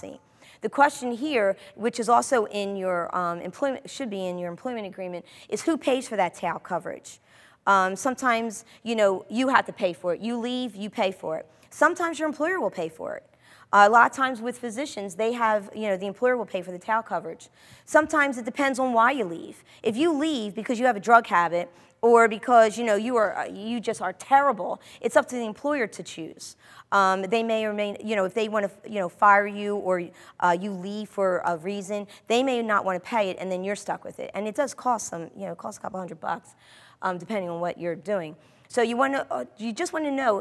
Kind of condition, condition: setting, live audience